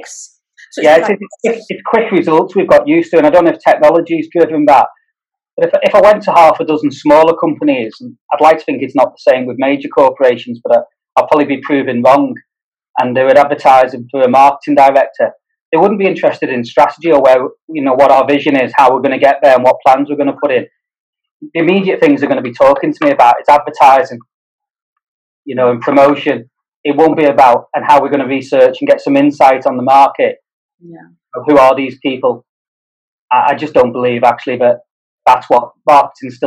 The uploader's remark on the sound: This podcast was recorded via Zoom.